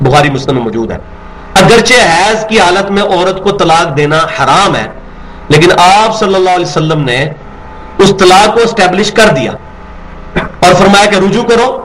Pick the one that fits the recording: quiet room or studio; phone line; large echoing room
large echoing room